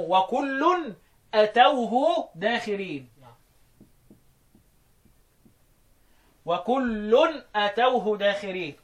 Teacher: يعني حذف المد، تبقى الهمزه بدل ما هي ممدوده تبقى ايه؟ همزه بس من غير مد